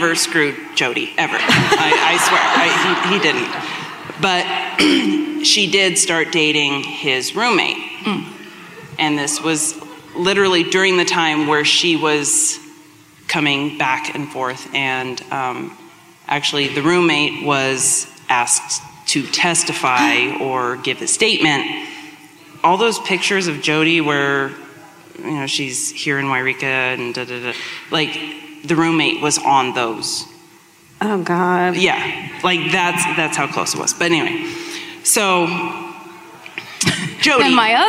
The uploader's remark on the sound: Live at the Red Rock Ballroom in Las Vegas